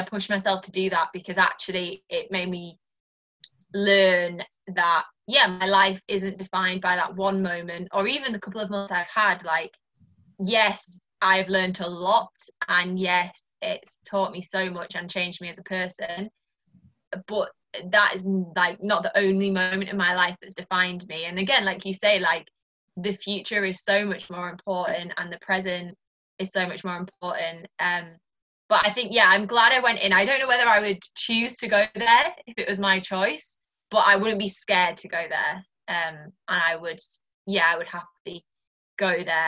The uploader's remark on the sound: over Zoom as she tells me her story